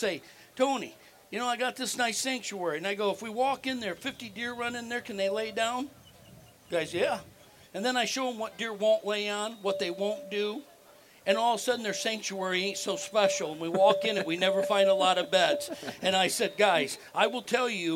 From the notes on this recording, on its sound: Woodsnwater Outdoor Weekend 2019 LIVE. Join the BHP Podcast LIVE at the 33rd Woods N Water outdoor weekend.